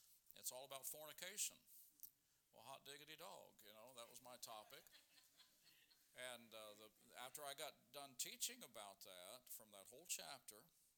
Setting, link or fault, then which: setting, large echoing room